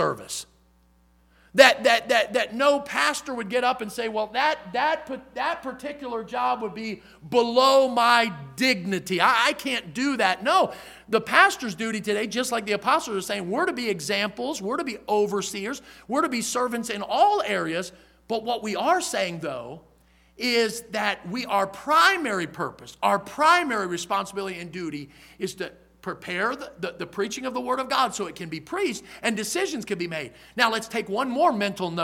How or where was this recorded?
large echoing room